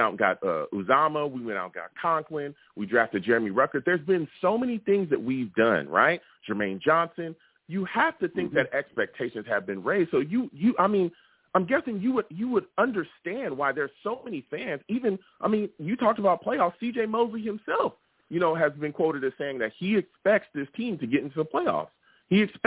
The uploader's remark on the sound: I also take live callers!